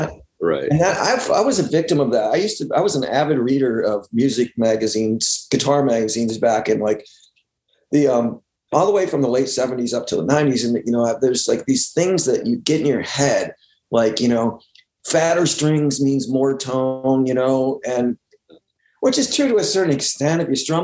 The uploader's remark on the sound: Remote Zoom